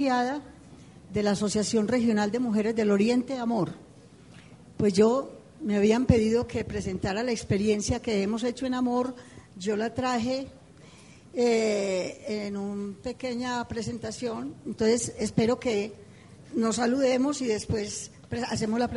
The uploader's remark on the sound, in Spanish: Panel realizado en el Encuentro de Comunicación para la Paz llevado a cabo en el auditorio Monseñor Flavio Calle Zapata de la Universidad Católica de Oriente. Rionegro - Antioquia - Colombia.